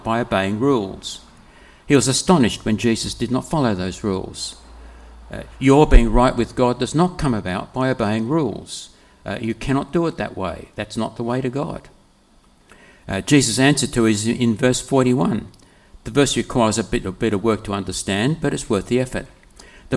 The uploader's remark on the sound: preached on the 11th of February 2024 at all services of Helensburgh and Stanwell Park Anglican Church